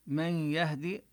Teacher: ندغم النون بالياء إدغاما بغنة، وهذا الإدغام إدغام ناقص، مع أنهم يعني لم يضعوا علامة الإظهار، فإذا الحكم ليس هو الإظهار، إنما هو الإدغام بغنة.